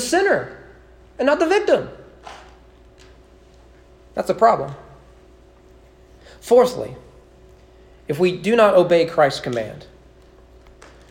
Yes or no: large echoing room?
yes